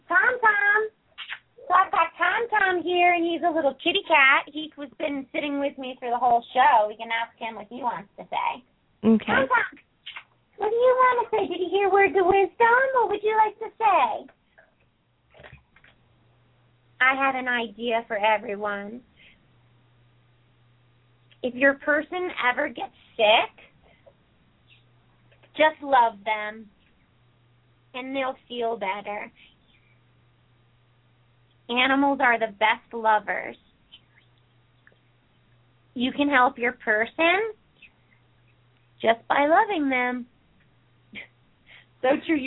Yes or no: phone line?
yes